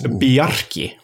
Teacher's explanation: Icelanders do love a rolled R, so it's Bjerke.